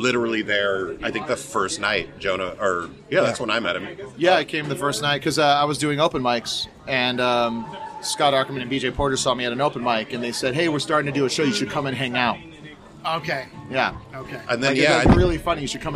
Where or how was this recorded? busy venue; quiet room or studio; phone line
busy venue